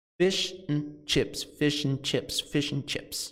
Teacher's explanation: Então, esse and, ele é contraído, ele é reduzido para n. · Term: redução do and